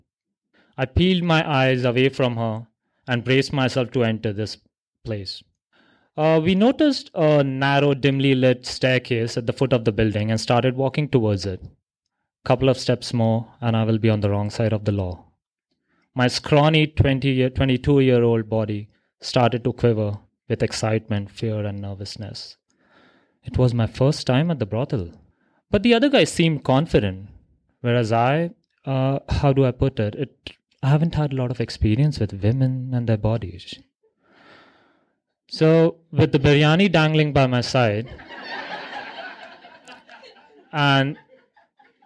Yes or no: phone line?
no